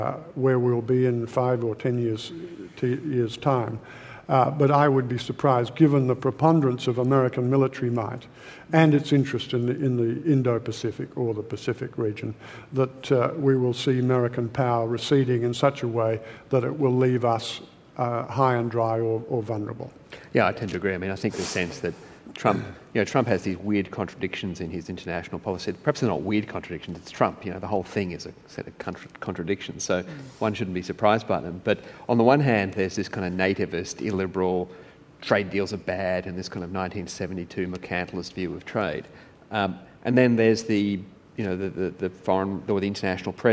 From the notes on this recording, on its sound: Recorded at the Grand Hyatt Melbourne on 11th April, 2018.